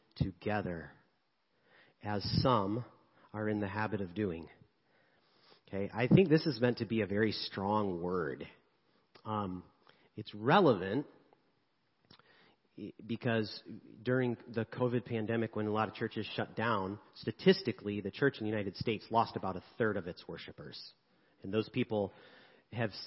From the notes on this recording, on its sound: 10am service. Sermons preached at Church of the Good Shepherd, Maitland, Florida.